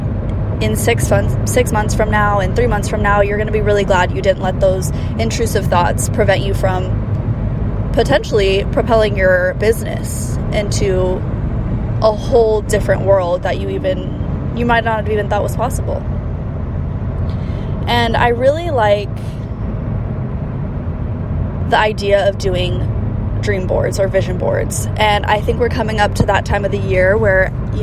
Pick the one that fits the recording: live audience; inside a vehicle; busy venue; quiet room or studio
inside a vehicle